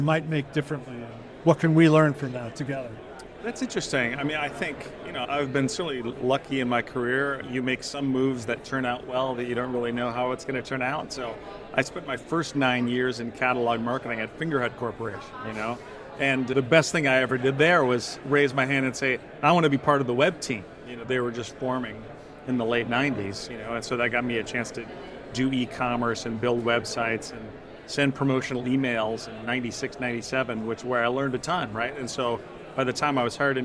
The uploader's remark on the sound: at the Ascent Conference in San Francisco